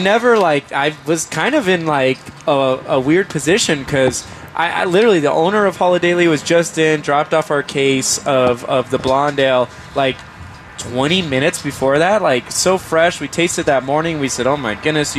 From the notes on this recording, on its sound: Live from the Crafty Fox Tap House and Pizzeria. We thought it would be fun to celebrate with a remote broadcast!